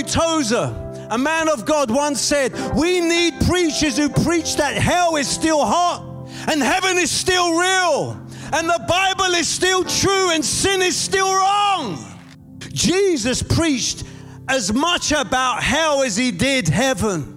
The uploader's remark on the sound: Preaching at a Church in Boston, Watford, England.